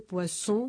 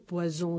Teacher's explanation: la diferencia entre la S sorda y la sonora